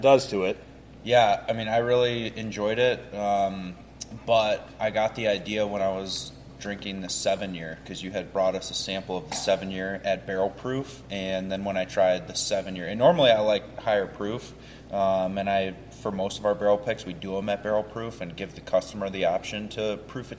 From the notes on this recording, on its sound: The guys are recording from the Whiskey Acres Visitor Center.